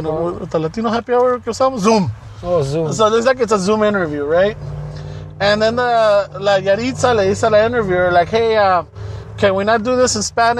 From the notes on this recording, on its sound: We are back outside in a parking lot playing catch up with this week's episode. Special noisy edition.